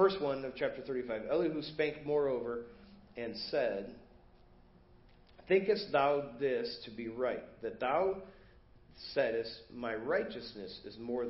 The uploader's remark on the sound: Preached at First Baptist Church of Hazel Park